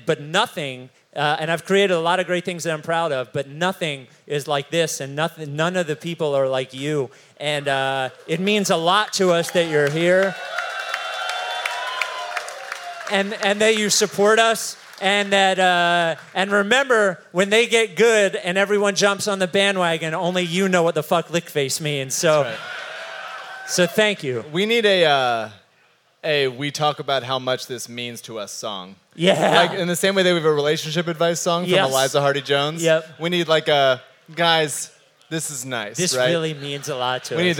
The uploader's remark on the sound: The very first live Rights To Ricky Sanchez podcast!